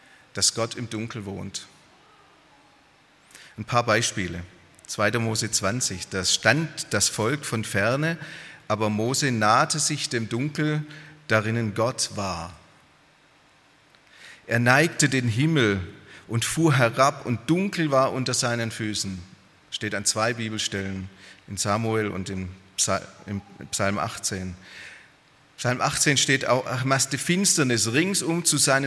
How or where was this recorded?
large echoing room